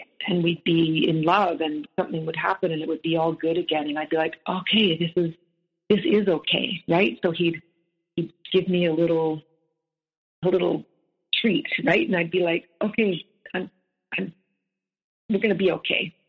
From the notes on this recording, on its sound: The sound on this episode changes dramatically as it's over two different calls and a few different devices.